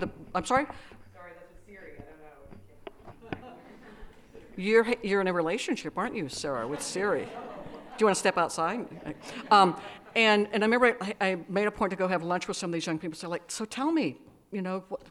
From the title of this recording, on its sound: talk at Smoke Farm 2018